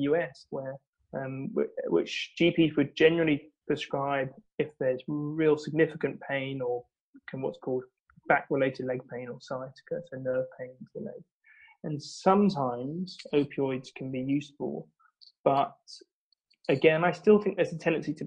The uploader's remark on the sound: We experienced a few technical issues on this episode